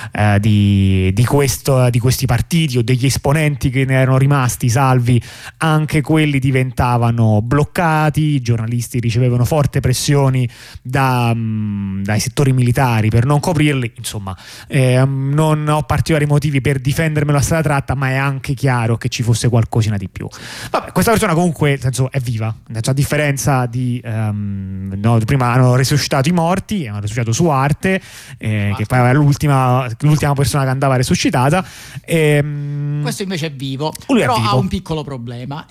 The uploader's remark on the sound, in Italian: ne parliamo al telefono con due compagni